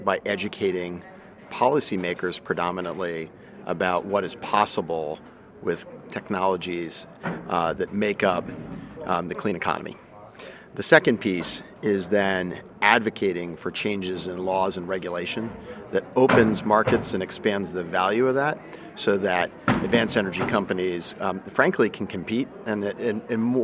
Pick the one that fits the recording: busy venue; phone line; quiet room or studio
busy venue